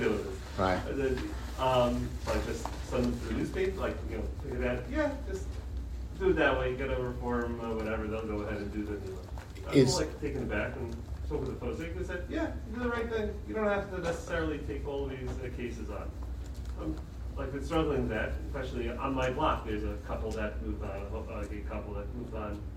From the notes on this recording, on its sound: At a Rabbinical Conference in Young Israel of Woodmere.